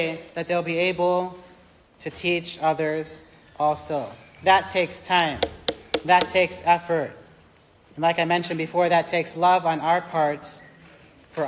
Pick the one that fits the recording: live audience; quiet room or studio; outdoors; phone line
live audience